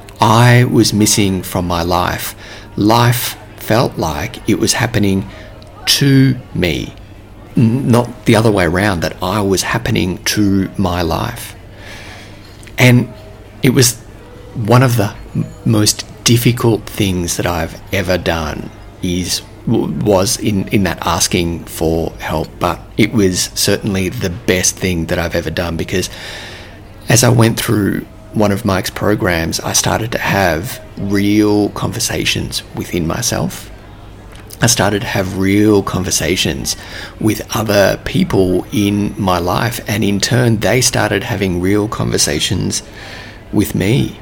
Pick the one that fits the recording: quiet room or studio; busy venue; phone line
busy venue